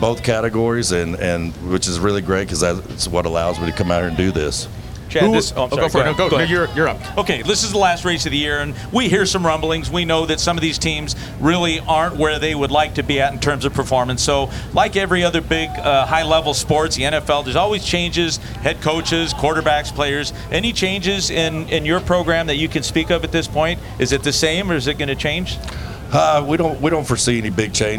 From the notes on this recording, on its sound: On this live edition of the NHRA Insider Podcast. It’s all LIVE from Pomona!